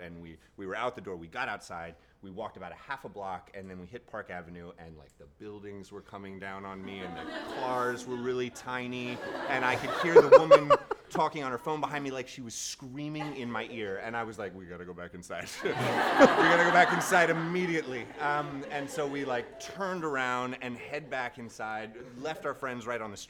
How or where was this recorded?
live audience